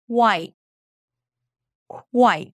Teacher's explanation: It's the qu consonant cluster, and then the I sound, I as in mine, and then another T · IPA: kwaɪt